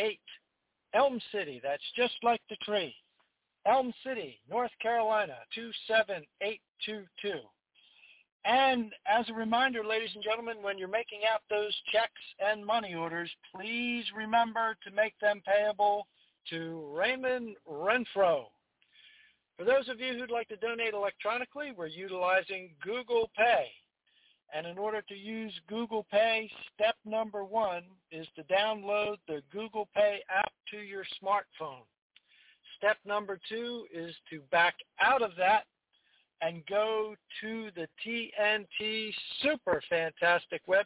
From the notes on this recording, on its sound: TNTSuperfantastic Conference Call